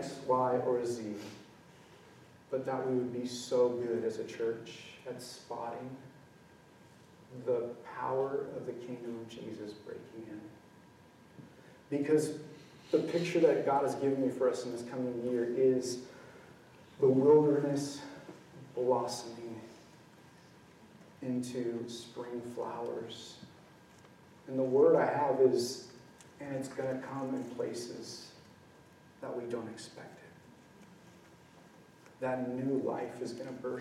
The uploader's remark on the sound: This message was recorded on January 22, 2023, at View Ridge Middle School in Ridgefield, Wa.